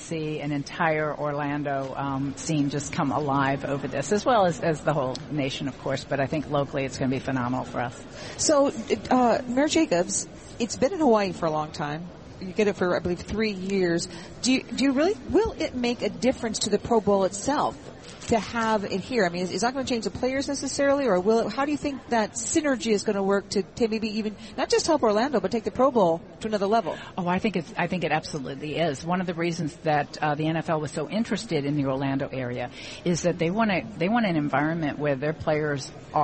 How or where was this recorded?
busy venue